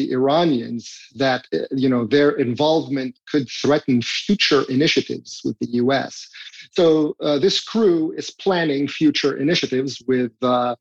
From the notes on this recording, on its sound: Tablet Magazine hosted a zoom